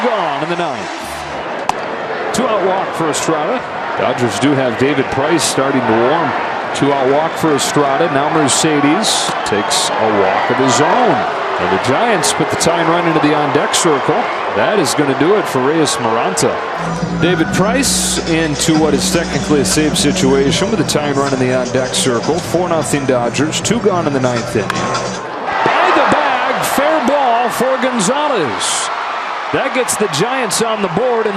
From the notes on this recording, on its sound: LIVE from #dodgerstadium